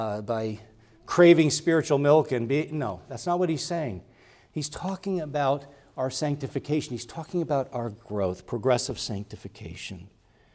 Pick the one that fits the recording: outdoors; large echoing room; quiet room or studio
large echoing room